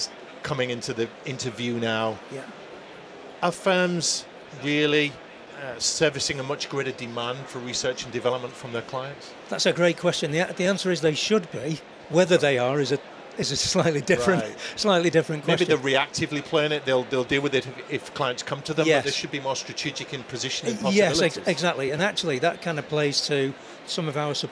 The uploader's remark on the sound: Accountex 2023 Live Interviews. These interviews were recorded in our unique recording studio on the exhibition floor at Accountex 2023.